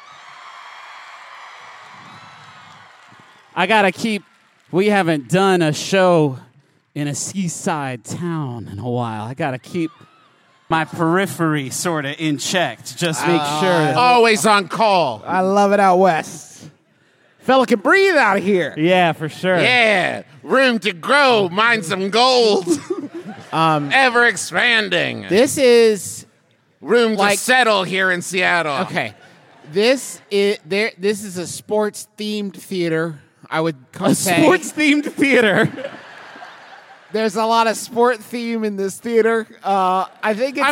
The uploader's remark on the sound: live from the sports-themed WaMu theater in Seattle, WA.